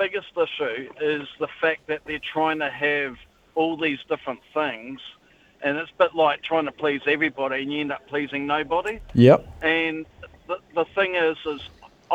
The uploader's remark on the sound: opens the phone lines to ask the listeners